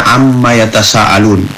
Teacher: Misalnya amma yatasaalun, ada nun kemudian mim, nunnya dileburkan ke huruf mim dan nunnya tidak terbaca lagi, tapi dileburkan ke huruf mim dengan cara dibaca gunnah musyaddadah